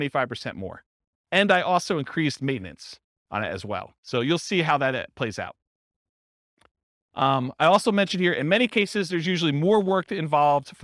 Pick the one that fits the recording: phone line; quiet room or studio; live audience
live audience